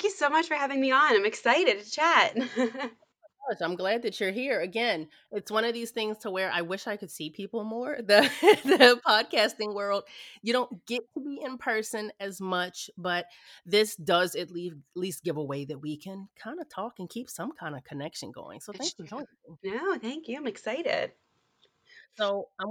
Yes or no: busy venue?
no